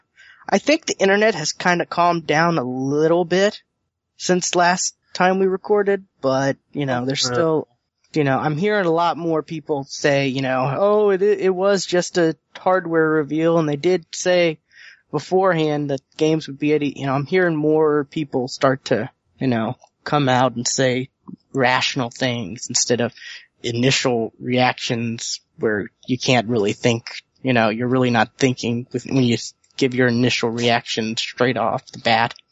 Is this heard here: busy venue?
no